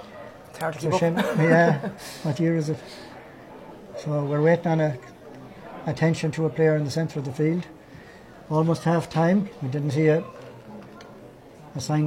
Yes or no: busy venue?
yes